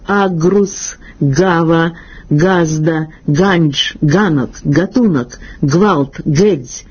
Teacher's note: літеру «г», для позначення проривного задньоязикового звука